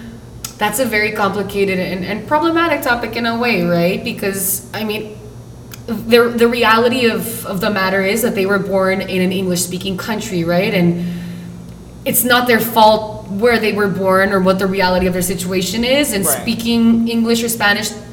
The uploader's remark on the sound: Recording live from la IUPI